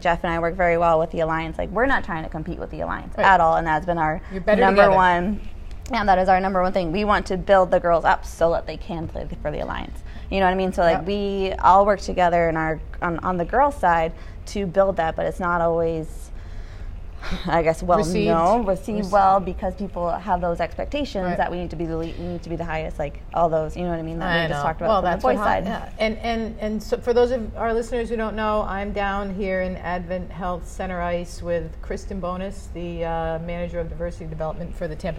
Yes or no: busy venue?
yes